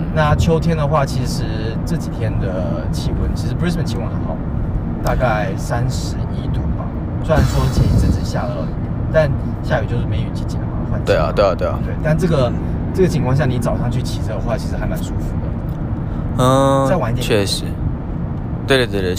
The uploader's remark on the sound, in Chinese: 我們把整個錄音室搬到了車上，在行車的路上。